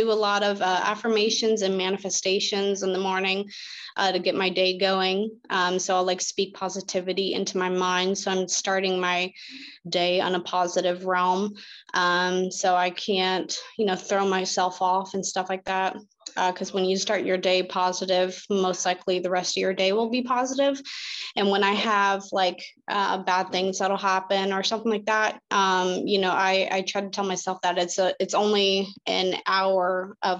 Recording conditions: video call